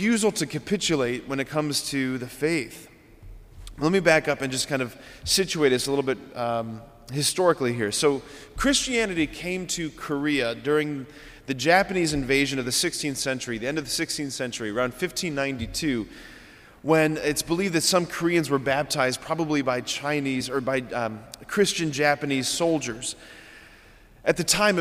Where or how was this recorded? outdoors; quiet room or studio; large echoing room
large echoing room